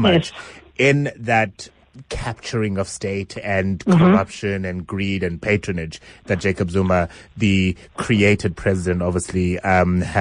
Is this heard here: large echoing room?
no